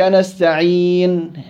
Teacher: النون من احرف الجهر وبالتالي ما لازم يطلع مع النون نفس